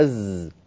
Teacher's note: حرف الذال وعلى عدم نطق حرف الثاء اللي هي الحروف اللثوية، فأنت تنطق الذال تنطقها أز كالعامية